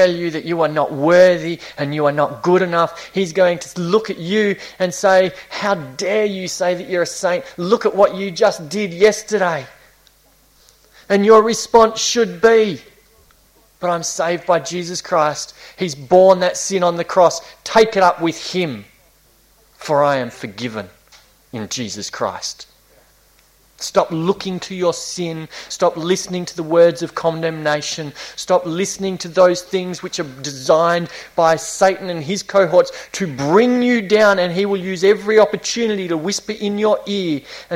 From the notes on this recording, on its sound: This was preached between series at Esperance Chuch of Christ (June 2018)